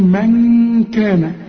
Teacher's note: نون وبعدها كاف، والكاف من حروف الاخفاء، هنا غن واخفي